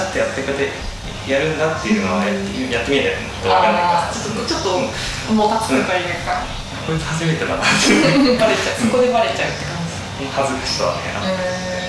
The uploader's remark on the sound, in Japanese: 今回カラオケボックスでの録音のため、音質的に聞き苦しい点が多々ございます